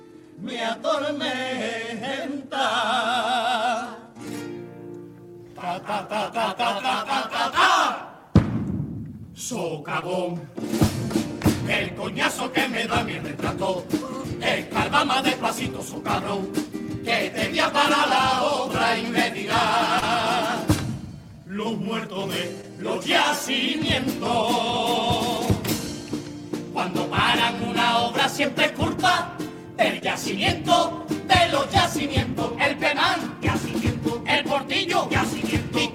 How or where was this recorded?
live audience